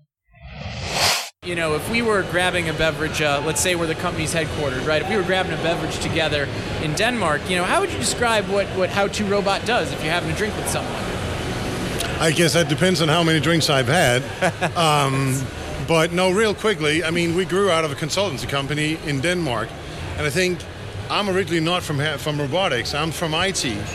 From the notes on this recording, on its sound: Highlights from Automate LIVE in Detroit, MI. We share the best of three interviews conducted at Automate LIVE in Detroit, MI.